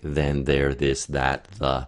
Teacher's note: That kind of TH, what we call a voiced TH, where your larynx, your vocal folds are vibrating as you make the sound, is the more common kind of TH.